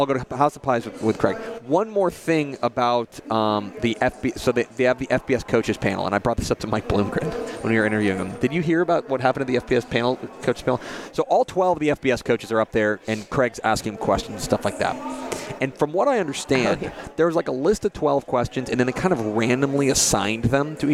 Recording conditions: busy venue